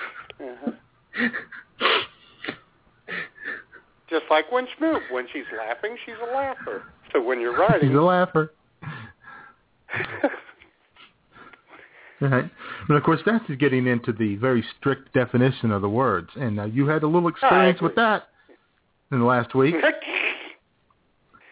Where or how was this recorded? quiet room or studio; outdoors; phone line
phone line